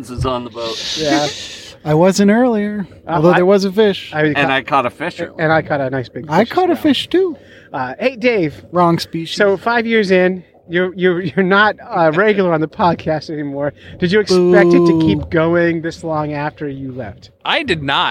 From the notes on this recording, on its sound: This was recorded live on Silver Lake. We also got dozens of calls from listeners who wanted to share congratulations and fishy jokes.